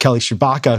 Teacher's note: those speaking it were pronouncing it as a voiceless post-alveolar fricative. But it is more properly heard as the voiceless palato-alveolar sibilant affricative.